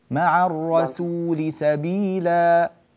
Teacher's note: السين صارت صادا، الرسول، رقق السين جيدا